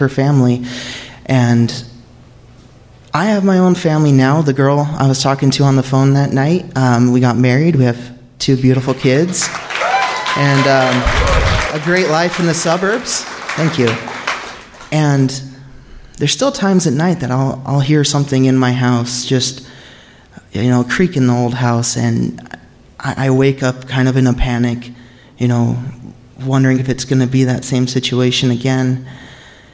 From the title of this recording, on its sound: Live From Salt Lake